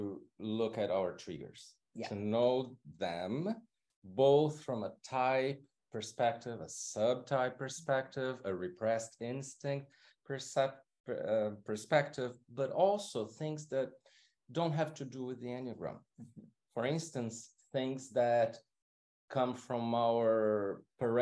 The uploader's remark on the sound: This episode is a sample recording from a LIVE webinar that is exclusively for CP Online members.